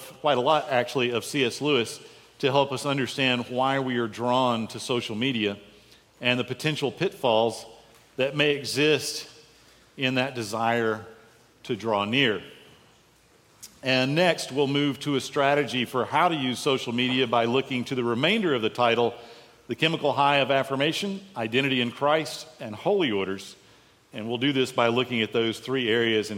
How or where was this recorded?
live audience